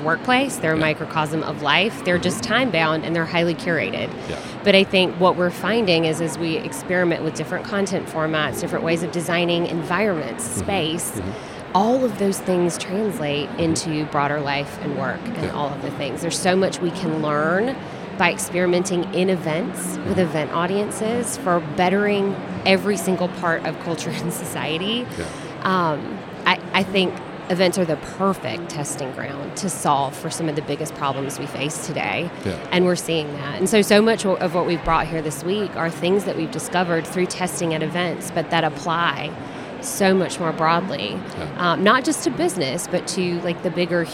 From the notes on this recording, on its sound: Live from buzzing and immersive IMEX 2023 in Las Vegas, USA. IMEX America is the largest trade show in the US for the global meetings, events, and incentive travel industry.